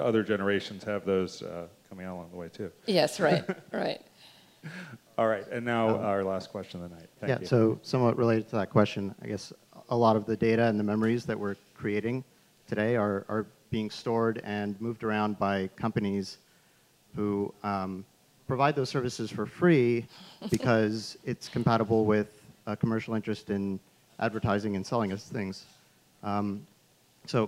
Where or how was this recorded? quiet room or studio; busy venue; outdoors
busy venue